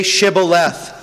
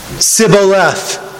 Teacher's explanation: See, the people of the north, if a word had the SH sound, the SH, they would say S, because they couldn't quite make that sound · Shown in: second take